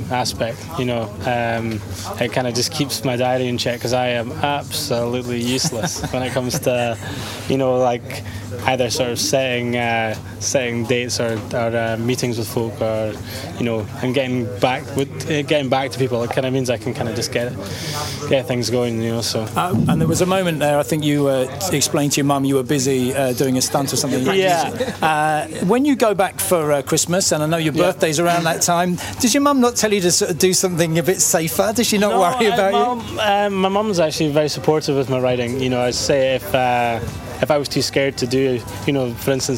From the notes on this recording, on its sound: live at the London launch of Cortana